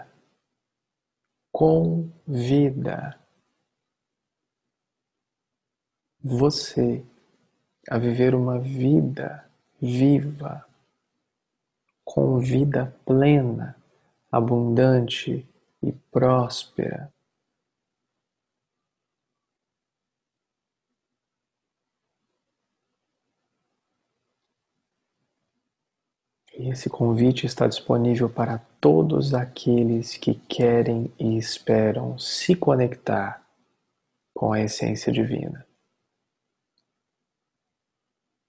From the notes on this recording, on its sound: Online via Zoom